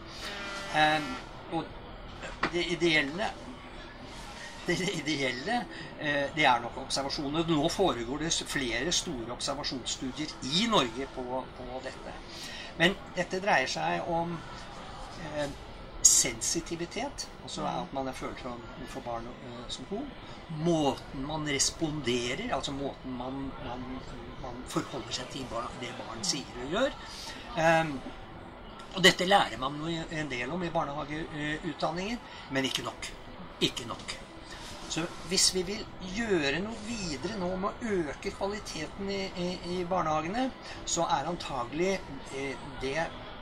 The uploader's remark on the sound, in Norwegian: Tatt opp under Arendalsuka.